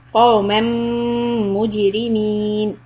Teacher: Jim qalqala, ra kasra, soft.